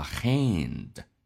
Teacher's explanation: hand 是一个 a 这个发音，但是 a 在碰到 n 的时候呢，中间会加一个 a 作为滑动